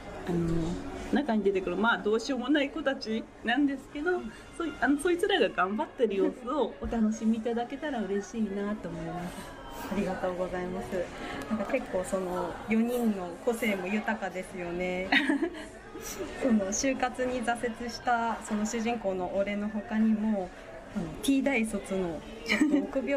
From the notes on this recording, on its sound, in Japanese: 屋外のカフェで収録しているため、聞き辛い箇所がございます。